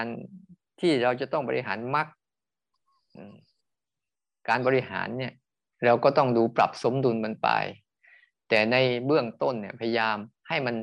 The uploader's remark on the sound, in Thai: คอร์สออนไลน์ (ผ่านโปรแกรม Zoom)